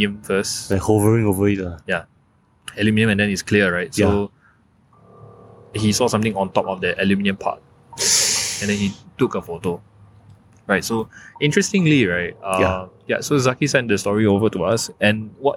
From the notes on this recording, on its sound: Recording live from the most haunted estate in Singapore during HUNGRY GHOST FESTIVAL - Spooner Road.